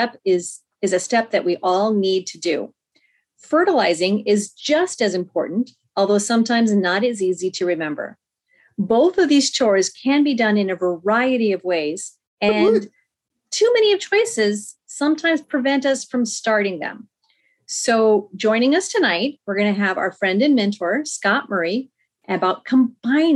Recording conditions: video call